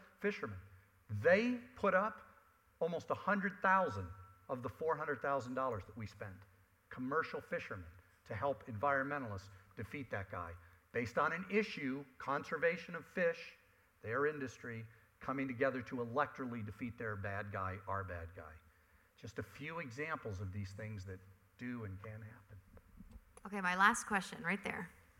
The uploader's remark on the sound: At a recent panel discussion in Los Angeles hosted by the Environmental Media Association, experts in ocean policy, advocacy, and grassroots organizing addressed how political hardball can save our oceans and coasts.